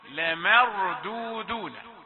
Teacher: تحذر أن ينال الميم شيء من التفخيم بسبب تفخيم جارتها الراء الساكنة بعد فتح · Term: ميم رقيقة